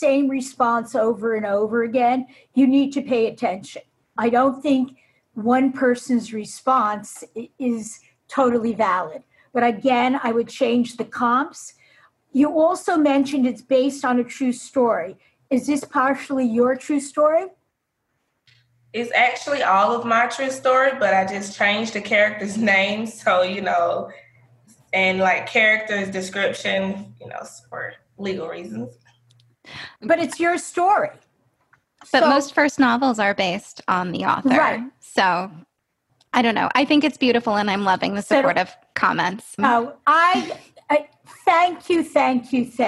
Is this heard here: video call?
yes